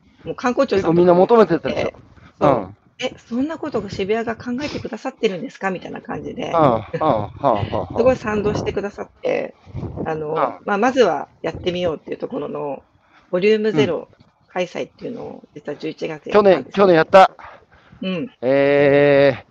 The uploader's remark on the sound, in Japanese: 歩きながら1時間、対談する